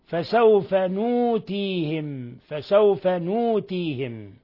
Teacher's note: وقرأ ورش والسوسي وأبو جعفر بالنون وإبدال الهمزة واوا وصلا ووقفا، ووافقهم حمزة وقفا.